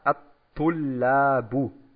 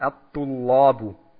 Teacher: Das heißt, keinen Tafkhim in das Lam reinbringt. · Shown in: first take